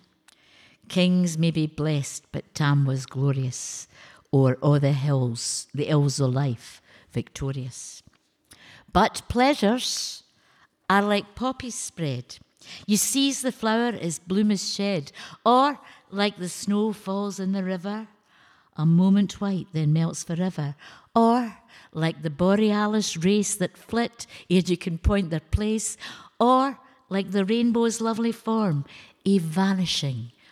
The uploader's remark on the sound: Recorded in front of a live audience at Glasgow Women’s Library.